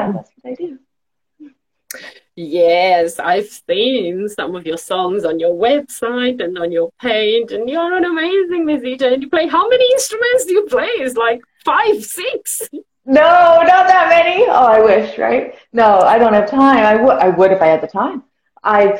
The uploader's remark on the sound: originally from an Instagram Live session on Sing Create Play